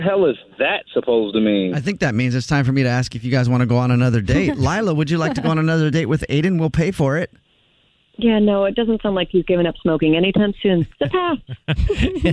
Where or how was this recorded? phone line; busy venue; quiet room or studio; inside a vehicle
phone line